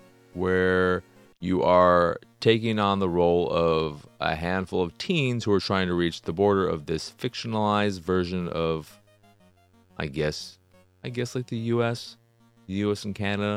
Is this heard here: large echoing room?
no